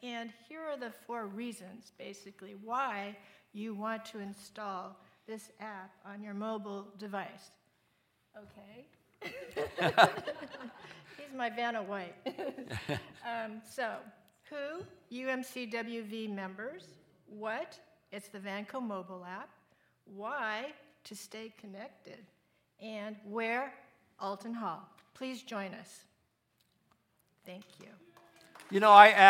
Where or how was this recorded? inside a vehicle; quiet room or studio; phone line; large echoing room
large echoing room